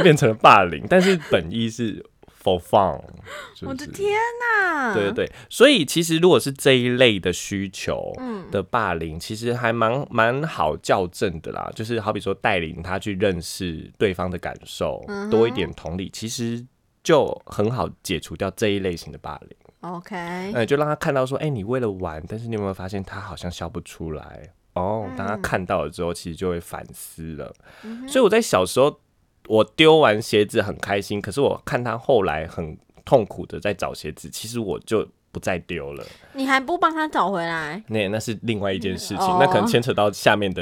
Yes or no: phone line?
no